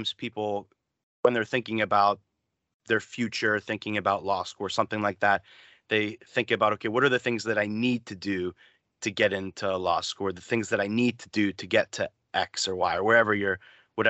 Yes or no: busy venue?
no